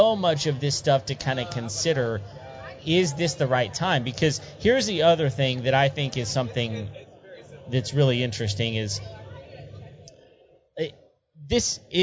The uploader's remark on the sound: our live appearance